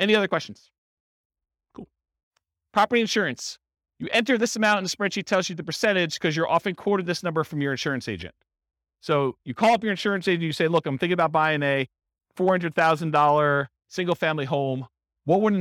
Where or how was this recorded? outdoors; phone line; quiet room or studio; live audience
live audience